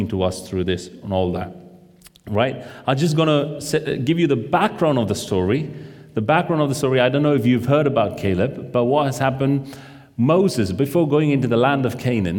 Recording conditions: large echoing room